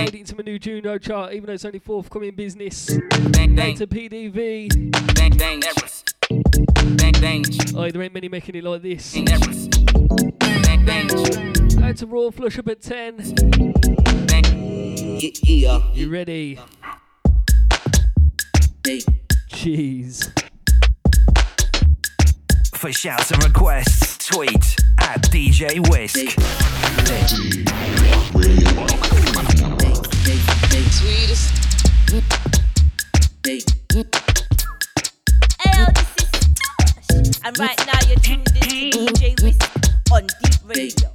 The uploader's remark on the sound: Recorded live from catch